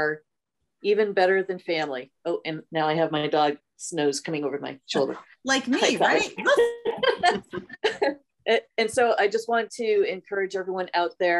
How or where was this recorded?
video call